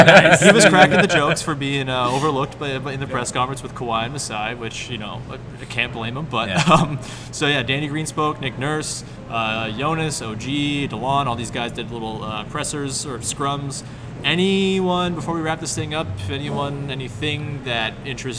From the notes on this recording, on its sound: Live at Media Day! Live from Scotiabank Arena, site of Raptors Media Day.